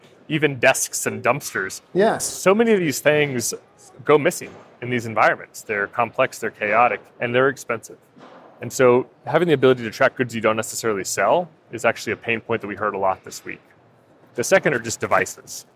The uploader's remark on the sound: live from NRF